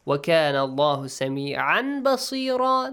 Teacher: Letter the ba. Letter ba, you change the sound of this tanween or nun to a hidden meme sound.